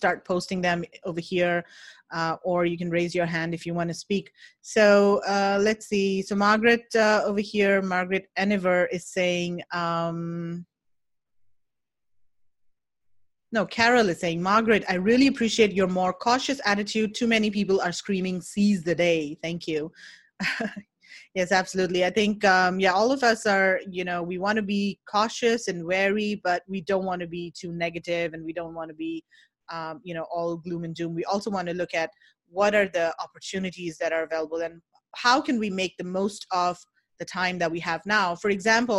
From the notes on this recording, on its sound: This is a replay of a live virtual meetup held on 19 March 2020 with almost 80 Amazon sellers, and e-commerce experts.